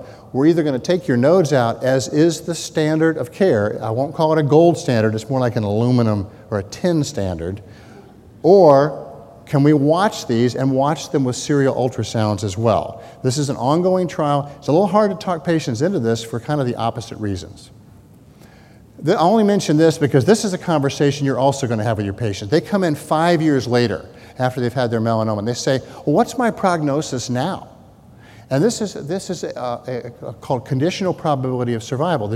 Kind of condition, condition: setting, large echoing room